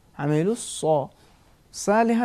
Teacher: صالحات میں الف ترقیق ہو رہا ہے